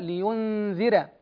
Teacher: وعند ورش لينذر، هنا ورش يرقق الراء المفتوحة بعد الكسرة، هنا راء مفتوحة بعد كسرة فيقرأها لينذر هكذا. · Term: الترقيق